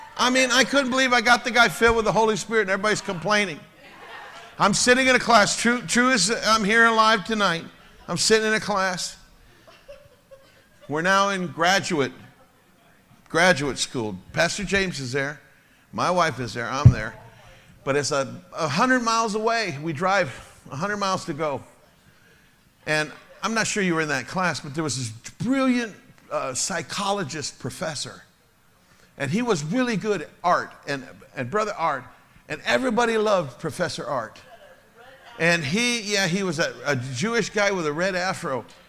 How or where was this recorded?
large echoing room